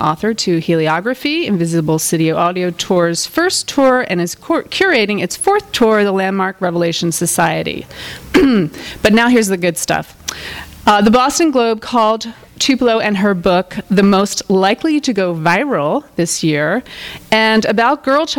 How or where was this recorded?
live audience